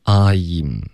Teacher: 所以一定要注意是 I,你听到 E,后面你的嘴唇才能合上发一个嗯。 · Term: 双元音